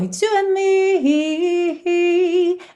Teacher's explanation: É como se a gente não tivesse o A, não tivesse a vogal. Você já pega do N lá no céu da boca, tá?